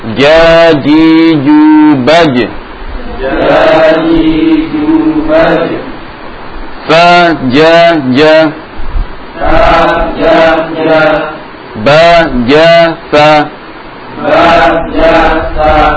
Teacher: huruf jim ini makhrajnya di mana? Lidah bagian tengah, menempel pada langit-langit atas.